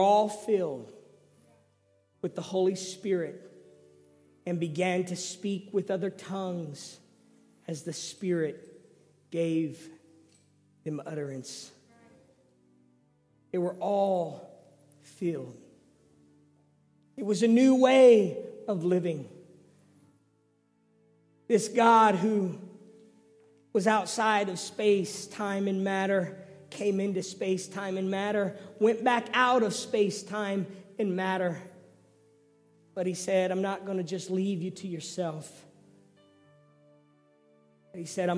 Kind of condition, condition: setting, large echoing room